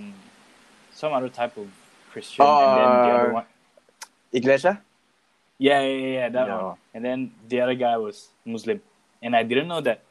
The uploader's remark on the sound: This episode was a mess because of the audio cuts.